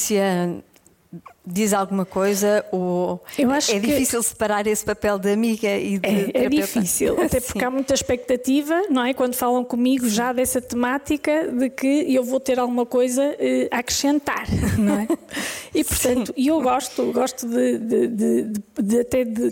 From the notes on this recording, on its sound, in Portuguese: Gravado ao vivo no Auditório de Vila Nova de Gaia.